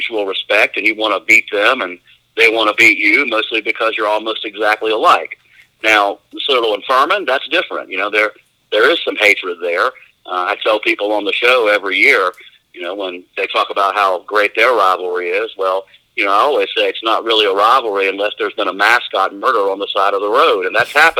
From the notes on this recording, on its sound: hopped on the phone